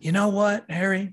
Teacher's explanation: Like that lighter voice that I'm doing, the breathy Tom voice.